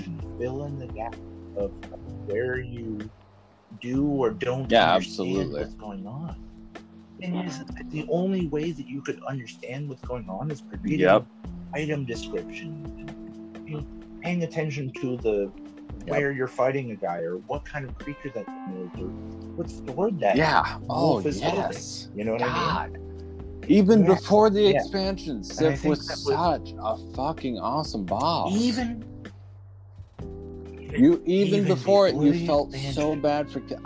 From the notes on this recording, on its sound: Pardon the audio.